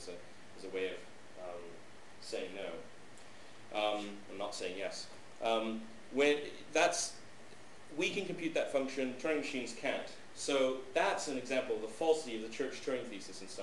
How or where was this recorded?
large echoing room